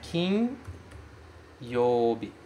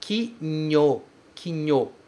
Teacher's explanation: Não é kinyo, é kin yo, é separado · Shown in: first take